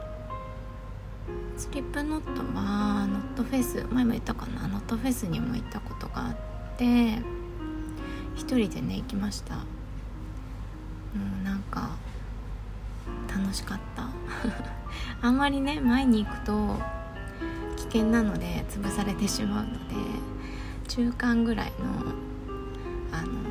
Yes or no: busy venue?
no